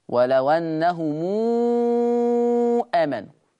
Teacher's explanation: قرأ ورش بصلة ميم الجمع في لفظ أنهم آمنوا، ولو أنهم آمنوا، تمام كده.